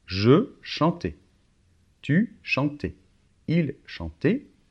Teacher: les quatre terminaisons de « je », « tu », « il » et « il » pluriel se prononcent pareil